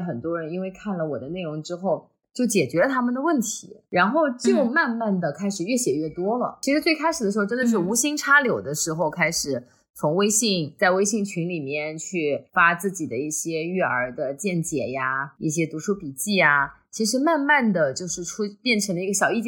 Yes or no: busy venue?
no